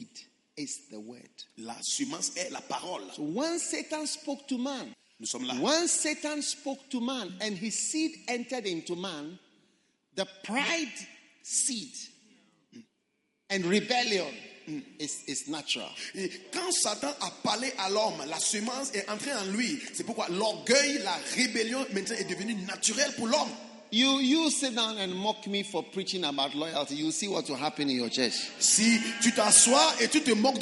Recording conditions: large echoing room